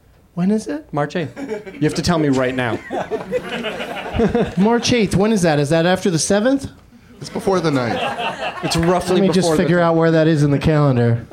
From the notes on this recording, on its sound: Live from the UCB Franklin in Hollywood